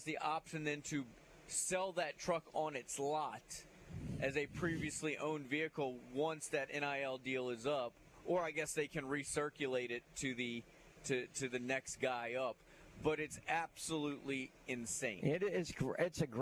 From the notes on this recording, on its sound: LIVE from McGill-Toolen for another edition of high school gameday!